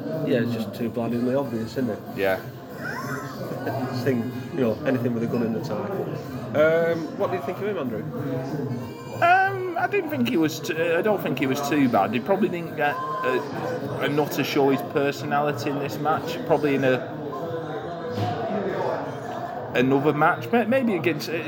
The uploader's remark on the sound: GCP Podcast goes to Preston to see PCW Road to Glory 2022. The sights and sounds of the City.